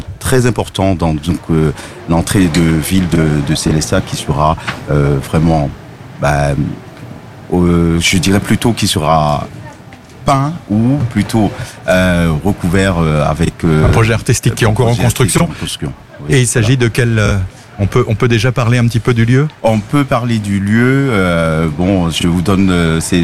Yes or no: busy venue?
yes